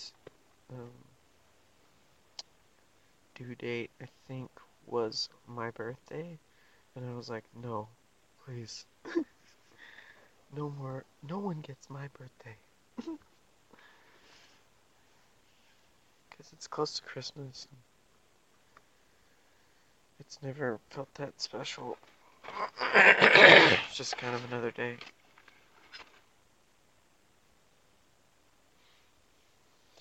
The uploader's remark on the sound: I recorded this in my car, in the dark, car-tent in full swing. Uploading this from Utah!